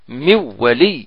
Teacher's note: يبدل النون واوا ويدغم الواو في الواو